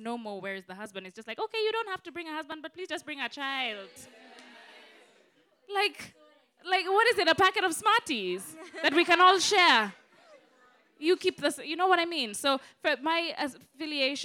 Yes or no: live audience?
yes